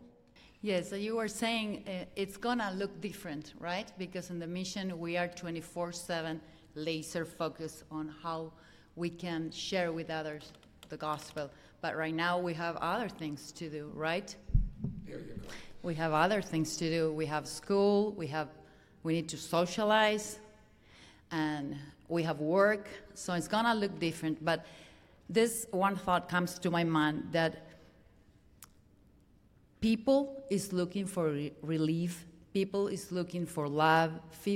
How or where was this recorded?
live audience